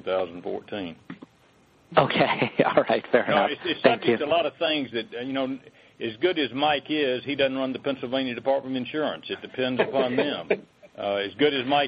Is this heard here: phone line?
yes